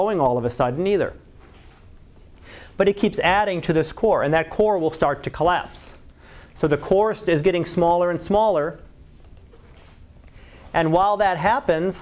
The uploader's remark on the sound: Live Class Lecture